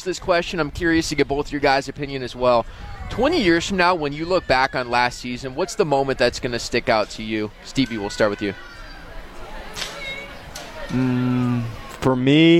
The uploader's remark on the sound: LIVE at the Marquette Block Party on Central Campus